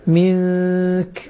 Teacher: للنون مع الكاف، هذه إخفاء، والإخفاء يحتاج إلى غنة مشبعة